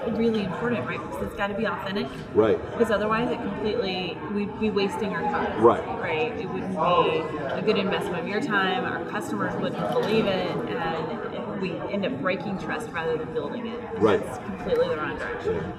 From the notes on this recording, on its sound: live at IBM InterConnect